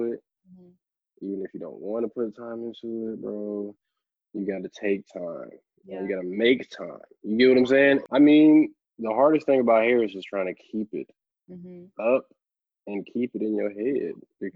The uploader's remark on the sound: joins me for a Zoom call